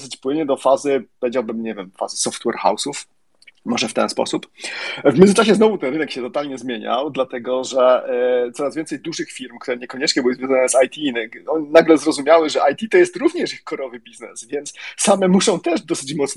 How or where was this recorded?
video call